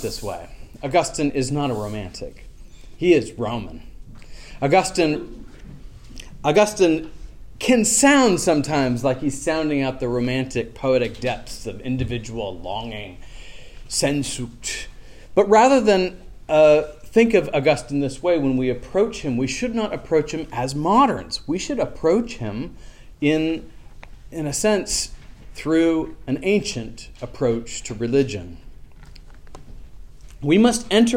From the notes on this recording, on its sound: This lecture was given on October 16th, 2023, at The College of William and Mary.